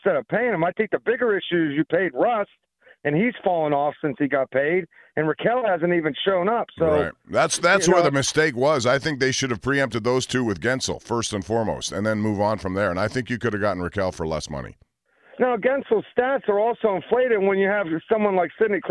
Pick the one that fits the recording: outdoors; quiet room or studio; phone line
phone line